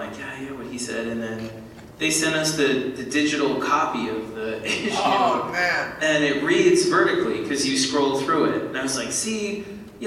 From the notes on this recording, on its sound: We’ve had some technical problems this week, but it hasn’t stopped us from bringing you some great content from Planet Comicon!